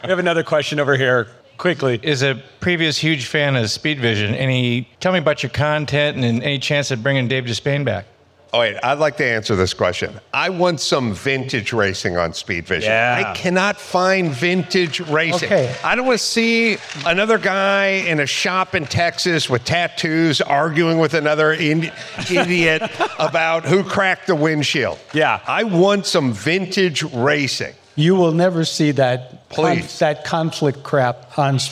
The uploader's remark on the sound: Take TCC on the road to the 2023 Pebble Beach Concours d'Elegance for an episode recorded in front of a live audience.